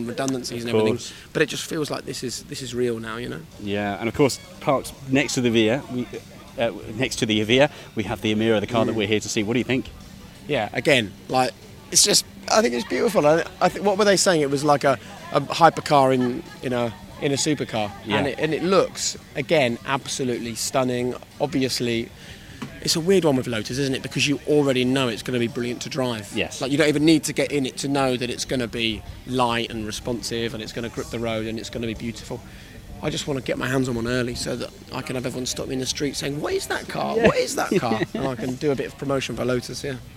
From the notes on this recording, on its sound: Live from Lotus: The Emira Launch. Last week, we were invited to the launch event of the Lotus Emira, the most significant British car launch in recent years. Explore the home of Lotus Cars ahead of the big reveal of the Emira to the world. Some 'live reactions' to the car's unveiling from car influencers.